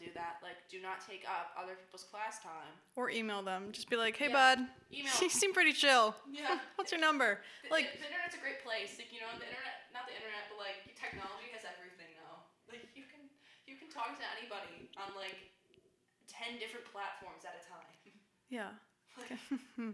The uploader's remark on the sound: Sorry about the kinda poor audio quality, we had some mic problems